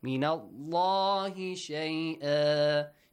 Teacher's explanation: The letter لام in the word Allah produces a heavy sound.